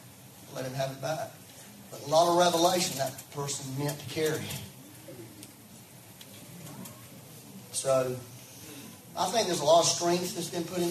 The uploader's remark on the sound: We had some technical difficulties and had to use the live stream for back up audio. Please excuse the low sound quality.